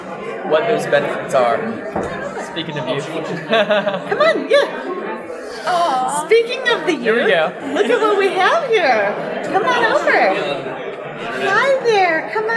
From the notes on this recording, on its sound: Live From EsportsNext. At the Esports Next Conference.